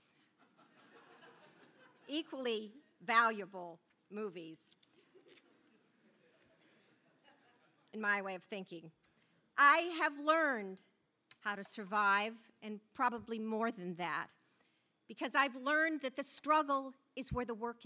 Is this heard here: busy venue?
yes